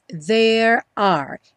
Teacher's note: Enrolando a língua nos dois, sem pronunciar o E final nos dois